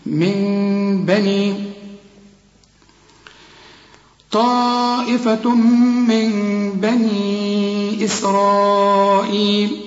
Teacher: بنقلب النون إلى ميم ونخفيه بالشفايف ونغن · Term: إقلاب مع الإخفاء مع الغنة